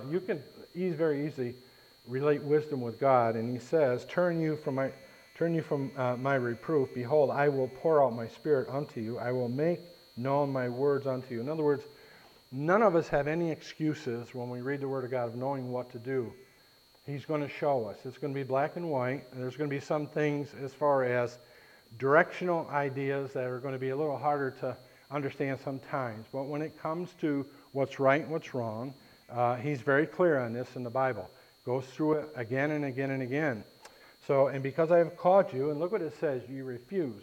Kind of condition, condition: setting, large echoing room